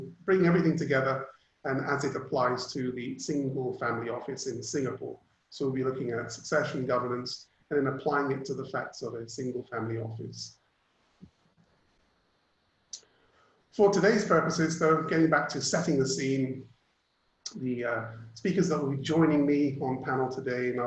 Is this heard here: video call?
yes